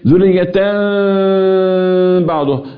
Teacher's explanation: التنوين هيتقلب لميم ايه وهتخفى الميم في الباء يبقى ده الخطوه الايه الاولى قلبت ثم اخفيت والنطق بتاع الاخير · Term: الاقلاب